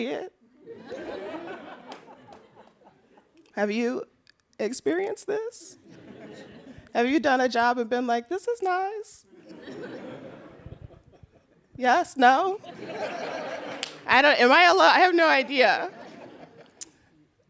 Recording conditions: live audience